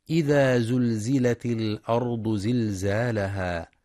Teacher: ينتبه القارئ لكسر التاء في إذا زلزلت الأرض وصلا لالتقاء الساكنين، كما يراعى تفخيم الراء والضاد في الأرض وبيان صفة الصفير في الزاي مع إثبات المد الطبيعي حركتين في زلزالها.